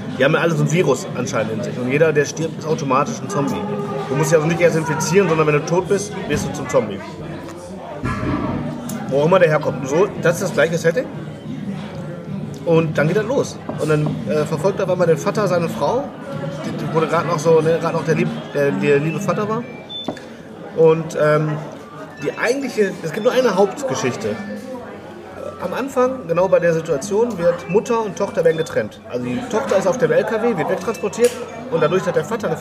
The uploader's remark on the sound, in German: Wir haben Ausschnitte von der BluRay ReleaseParty